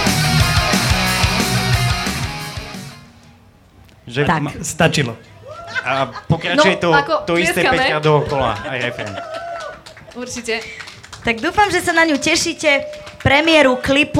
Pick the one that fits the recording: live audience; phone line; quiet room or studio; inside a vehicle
live audience